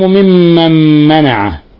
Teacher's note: ممن منع، أظلم ممن منع، عندنا حرف غن مشدد يغن مقدار حركتين